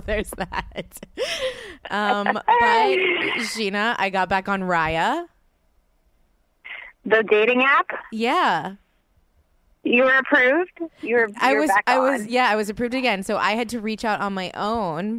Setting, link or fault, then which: link, phone line